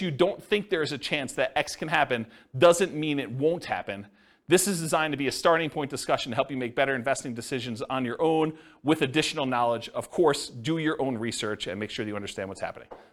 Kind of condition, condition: setting, live audience